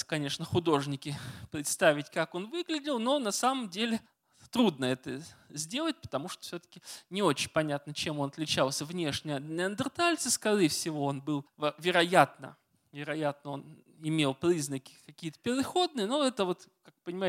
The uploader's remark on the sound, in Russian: Лекция в рамках цикла «Весна просвещения» в Доме культуры «Ясная Поляна».